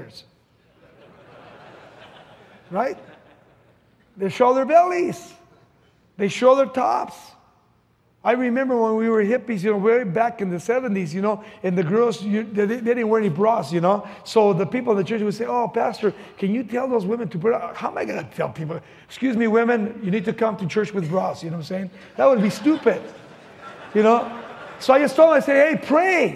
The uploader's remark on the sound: from the 2005 Southwest Men's Conference